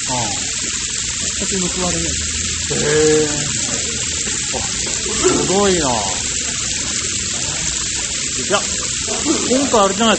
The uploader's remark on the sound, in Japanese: すみません、雑音あって聞きづらくなっております